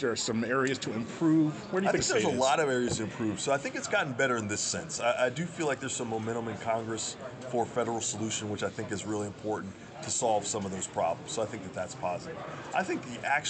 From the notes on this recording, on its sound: during the football Media Day festivities in New Orleans July 25